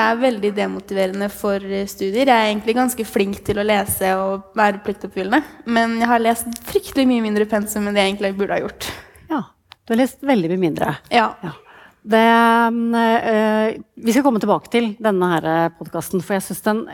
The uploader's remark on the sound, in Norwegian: Live fra: Researchers Night